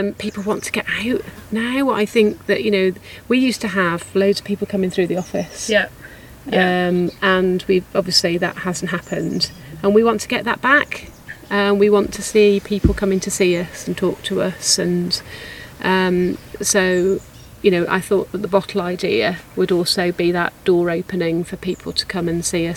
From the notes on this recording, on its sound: Coming to you from the sunny garden outside the Lingen Davies' office in Shrewsbury